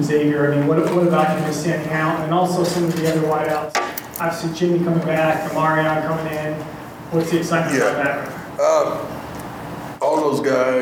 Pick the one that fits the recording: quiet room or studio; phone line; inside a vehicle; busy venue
busy venue